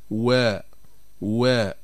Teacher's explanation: نبدأ أولا بحرف الواو وهي غير المادية، وتخرج بانضمام الشفتين إلى الأمام مع ارتفاع أقصى اللسان